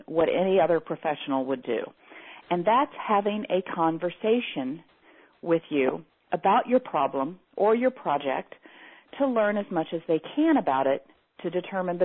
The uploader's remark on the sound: Teleseminar Recording